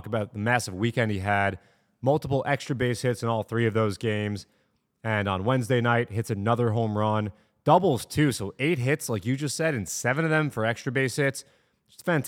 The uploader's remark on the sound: record in Citi Field